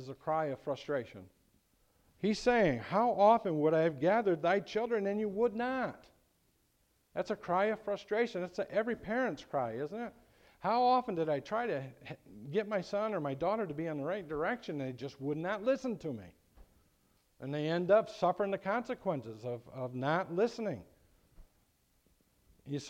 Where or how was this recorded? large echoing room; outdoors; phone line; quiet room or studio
large echoing room